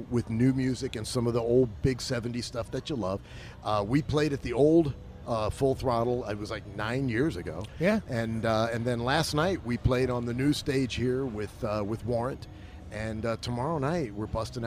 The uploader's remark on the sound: LIVE FROM STURGIS